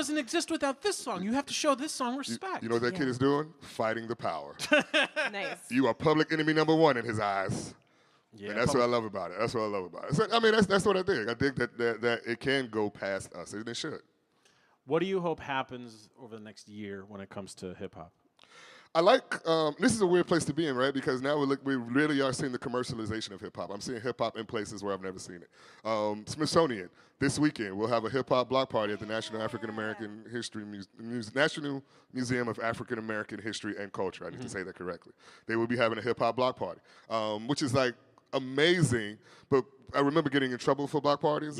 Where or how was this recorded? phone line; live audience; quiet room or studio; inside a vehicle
live audience